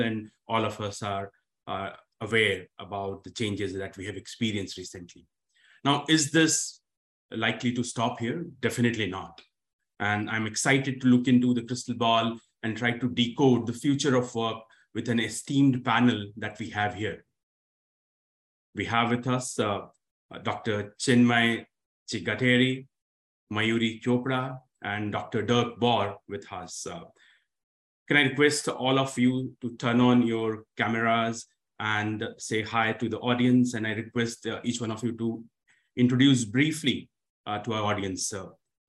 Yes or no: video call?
yes